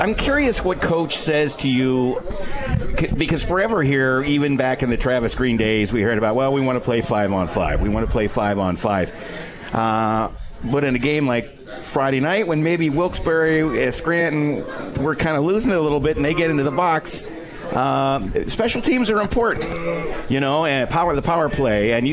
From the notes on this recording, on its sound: Live from Swifty’s.